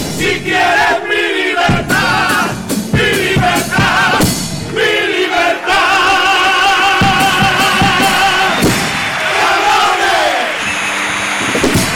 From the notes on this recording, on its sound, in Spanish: En directo desde el Gran Teatro Falla de Cádiz, escucha la retransmisión del Concurso Oficial de Agrupaciones Carnavalescas del Carnaval de Cádiz 2024 en Onda Cero Cádiz.